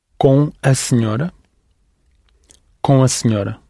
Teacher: So when it's linked, you just link the nasal sound. You don't link the M, even though it's written with an M.